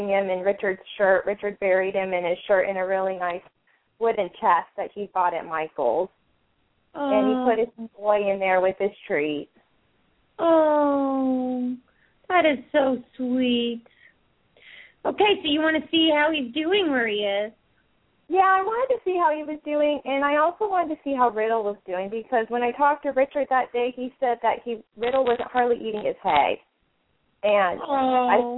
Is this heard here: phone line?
yes